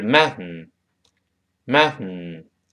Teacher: 舌尖儿不再爆破，气流从鼻子爆破出来 · Term: 鼻腔爆破